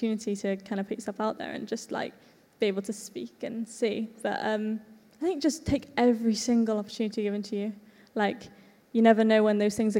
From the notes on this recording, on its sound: This episode was recorded as part of the Disability Sport Wales Disabled Young Leaders in Sport Inspiring Connections Event, that took place at the iconic Tramshed Cardiff.